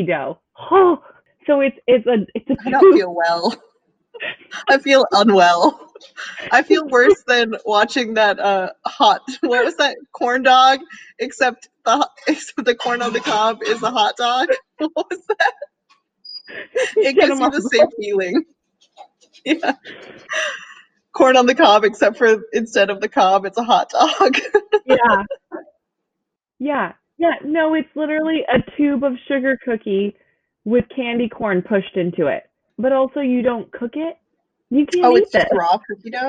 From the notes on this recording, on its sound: Apologies for the varying audio quality - we're still practicing!